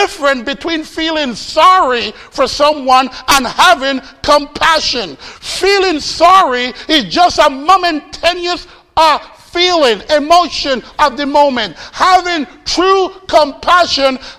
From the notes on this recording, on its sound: Faith Baptist Church in Hamilton, NJ.